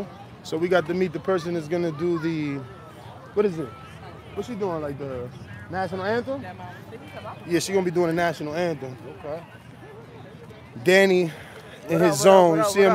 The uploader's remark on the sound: Live from Omaha Parade